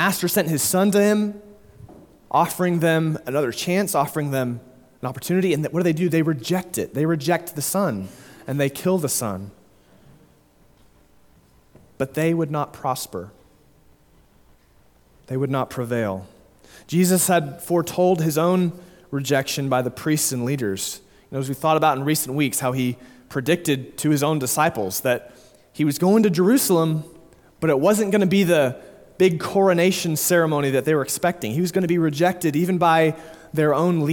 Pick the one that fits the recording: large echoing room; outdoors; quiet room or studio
large echoing room